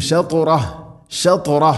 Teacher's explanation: ത ഉച്ചരിക്കുമ്പോൾ നാവിൻ്റെ മധ്യഭാഗം അണ്ണാക്കിലേക്ക് ചേർന്ന് നിൽക്കണം